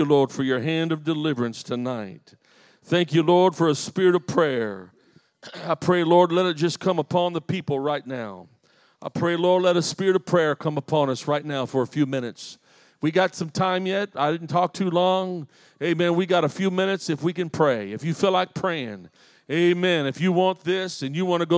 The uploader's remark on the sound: This is a live recording of a teaching